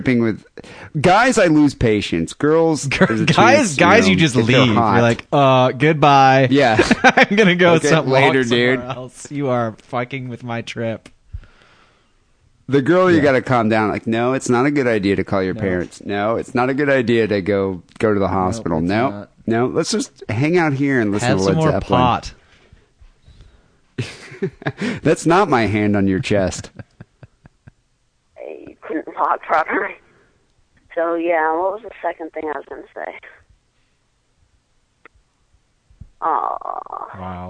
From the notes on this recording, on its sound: Phone calls.